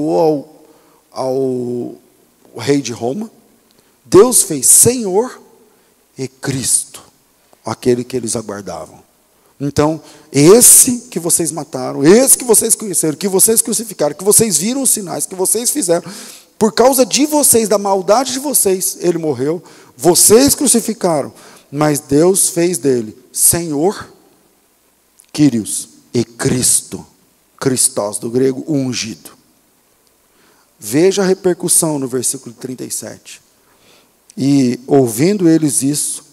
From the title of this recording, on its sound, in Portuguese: Culto ao vivo